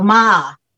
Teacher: So when it goes down and up, you go ma. <laughs> so it's a down and an up, and that means horse. · Term: the third one